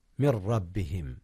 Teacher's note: إدغام جاء هنا يا أستاذنا، ولكنه بغير غنة، أدغم نون من في راء رب